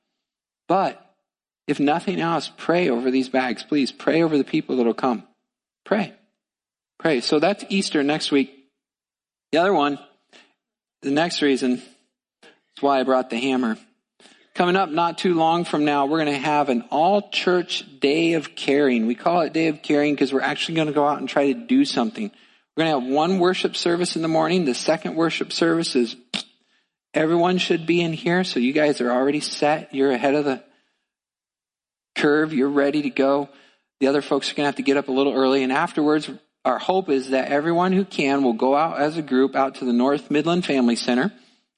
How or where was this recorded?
large echoing room